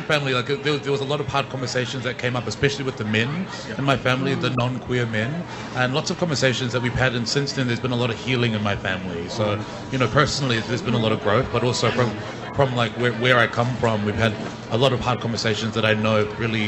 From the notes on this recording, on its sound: PX Whanau Radio live from the streets.